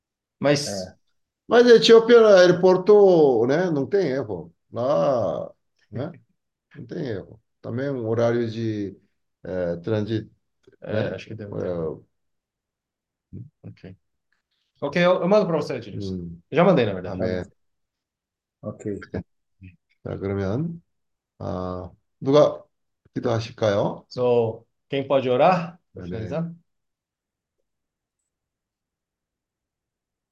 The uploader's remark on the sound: zoom meeting